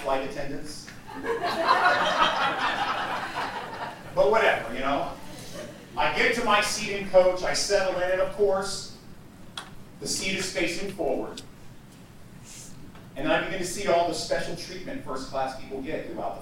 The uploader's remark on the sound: Audio problems early